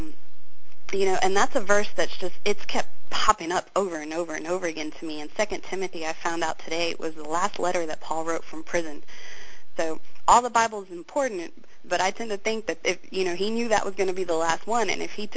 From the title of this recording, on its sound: CONFERENCE CALL